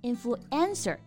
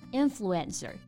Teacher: 重音在第一个音节 · Shown in: second take